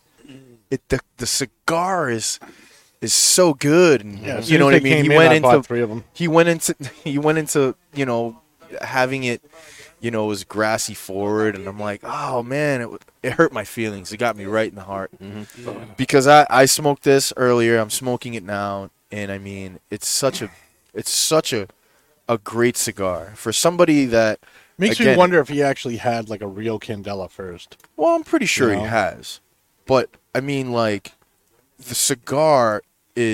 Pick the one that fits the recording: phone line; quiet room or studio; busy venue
busy venue